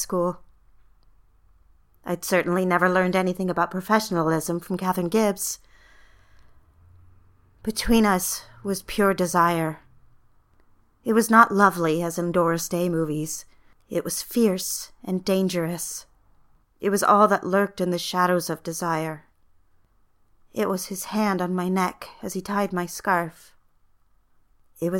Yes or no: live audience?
no